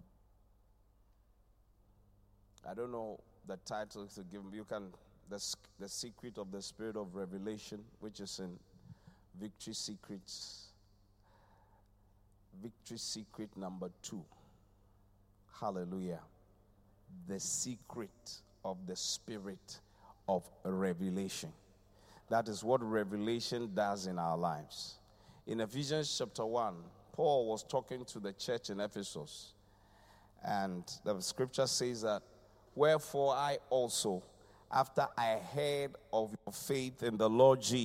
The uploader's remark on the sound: Preached at the Qodesh